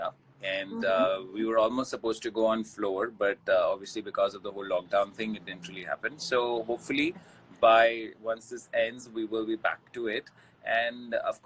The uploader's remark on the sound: Instagram Live